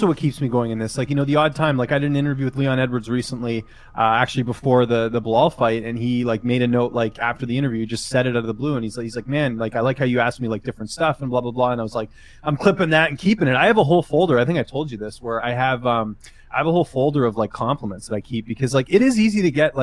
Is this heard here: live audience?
no